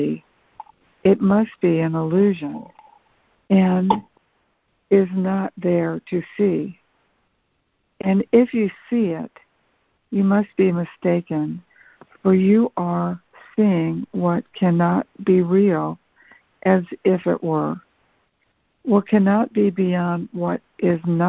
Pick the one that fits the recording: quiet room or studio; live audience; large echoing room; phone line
phone line